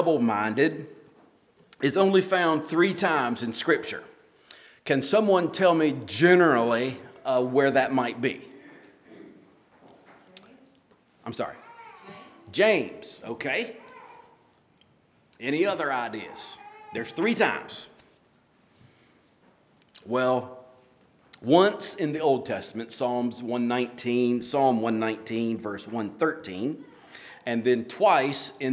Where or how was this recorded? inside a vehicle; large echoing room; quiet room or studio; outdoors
large echoing room